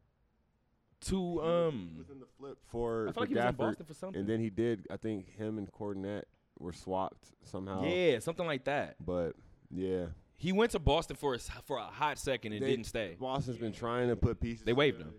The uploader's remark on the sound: Talk that Talk Radio Show Live from Westgate.